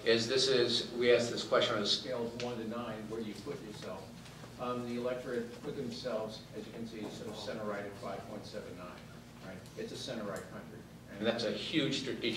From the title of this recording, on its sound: Addresses The Ripon Society's 5th Annual Symposium At Mount Vernon on Feb 22, 2015